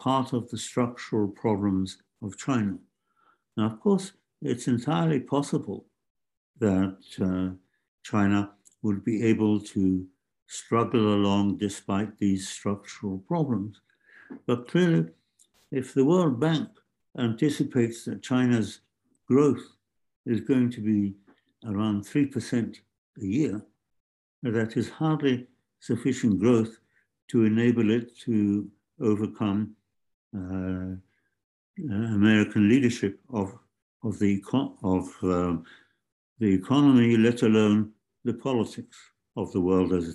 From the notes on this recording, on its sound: Zoom and Facebook Live